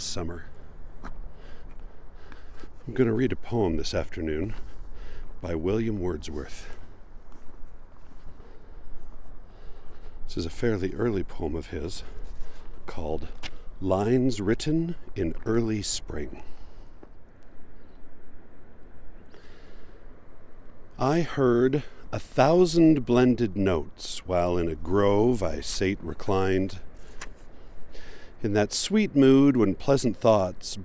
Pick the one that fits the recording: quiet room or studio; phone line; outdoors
outdoors